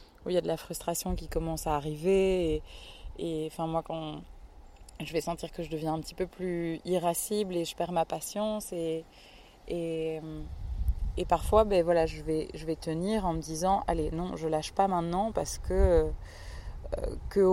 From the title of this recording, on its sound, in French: Épisode dans la nature